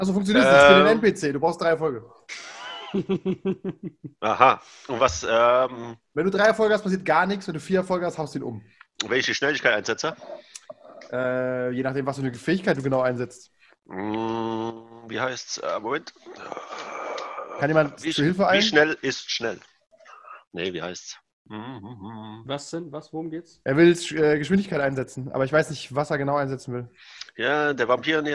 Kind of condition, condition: link, video call